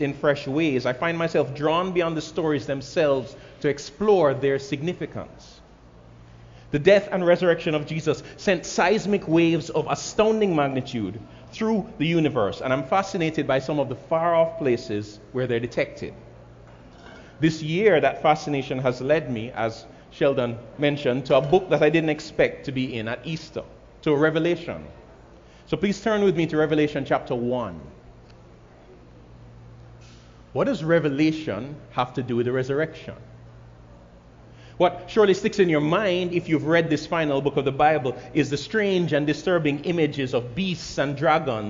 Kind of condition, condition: setting, large echoing room